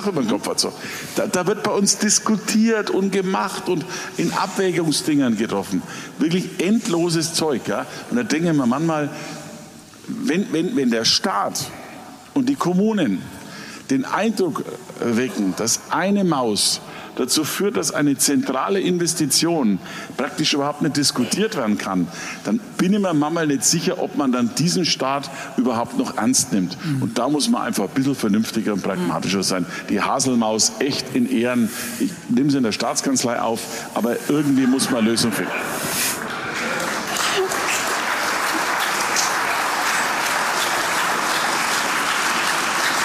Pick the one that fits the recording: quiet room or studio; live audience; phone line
live audience